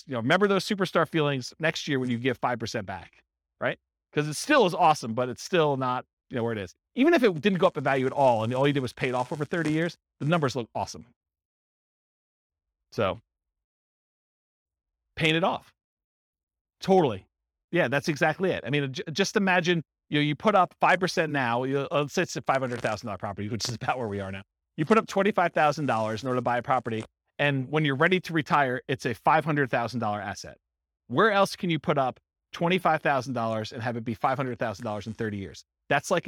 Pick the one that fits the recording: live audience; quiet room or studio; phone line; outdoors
live audience